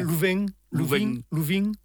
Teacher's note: la nasale finale est une caractéristique provençale